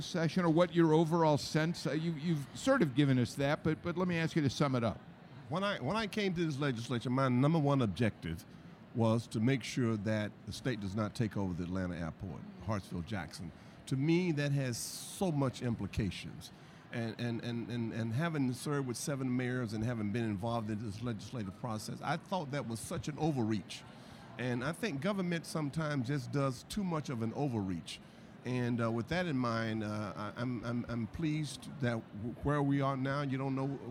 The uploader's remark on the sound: Live From The Capitol On Sine Die